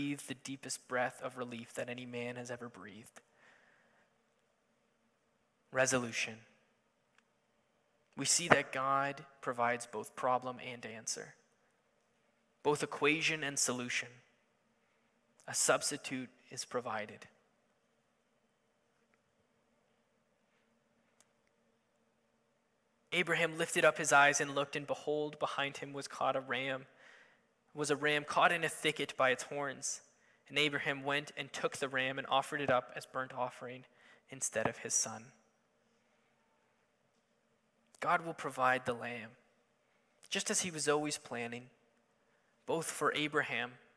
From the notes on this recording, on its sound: Sunday Morning Service